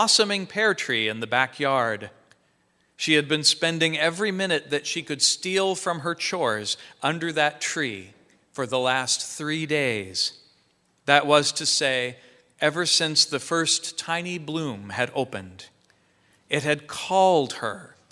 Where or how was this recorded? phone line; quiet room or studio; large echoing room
large echoing room